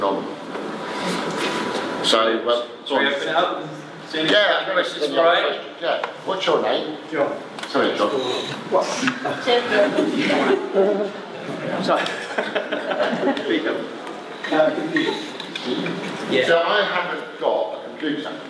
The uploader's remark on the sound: a 'live' Q &